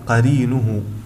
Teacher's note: فقد جاءت الراء في كلمة قرينه مكسورة بذاتها، وبالتالي فإنها ترقق